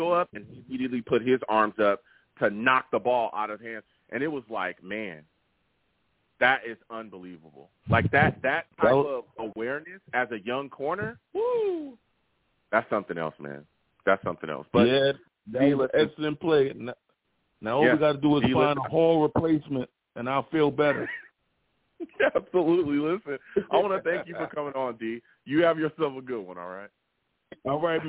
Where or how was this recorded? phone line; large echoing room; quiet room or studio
phone line